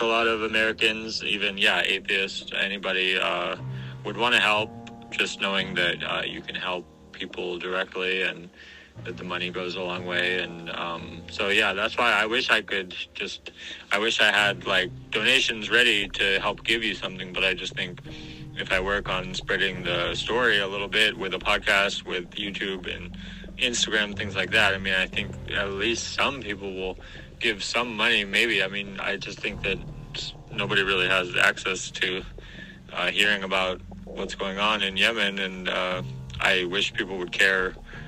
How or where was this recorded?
phone line